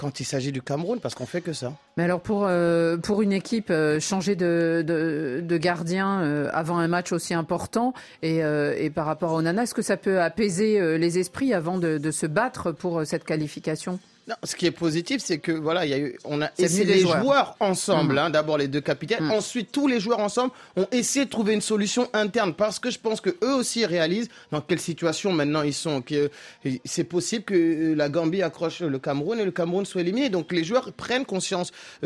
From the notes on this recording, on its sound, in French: en direct du Stade Bouaké